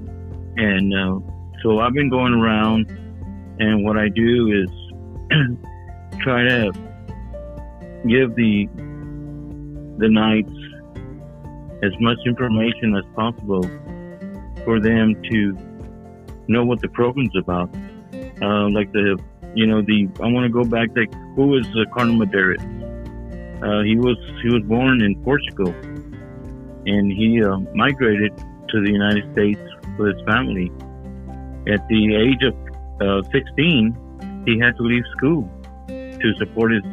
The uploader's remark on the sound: It's our first conference call podcast.